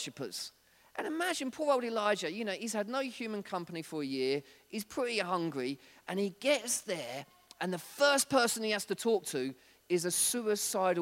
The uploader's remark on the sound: This was recorded at Skylark Church on 3rd November 2019